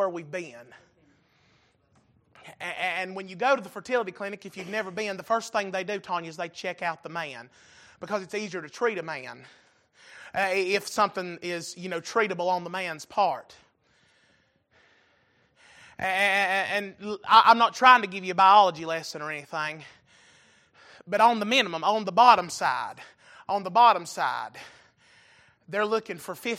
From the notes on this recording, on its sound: Recorded November 6, 2022 - Sunday Evening Service